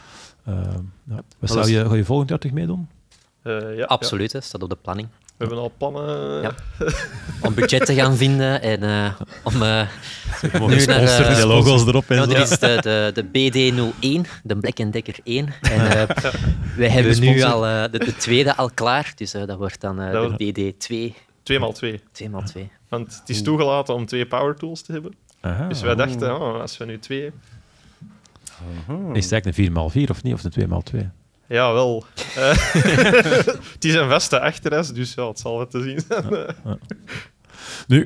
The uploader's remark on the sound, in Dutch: Live opname op Makerfair Gent 2023. De laatste makertalk nemen we live op op de Makerfair in Gent.